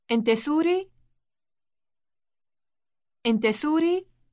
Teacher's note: the difference between a statement and a question is rising intonation